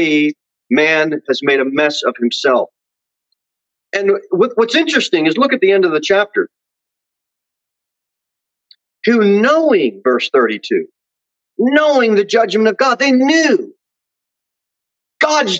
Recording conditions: large echoing room